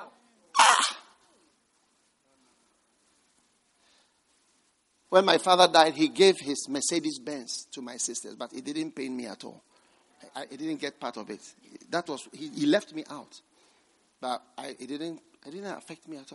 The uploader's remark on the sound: Preached at the First Love Gathering Service.